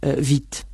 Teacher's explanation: Vit se pronuncia exactamente como si no existiera la E final. Sin embargo, escribe vite.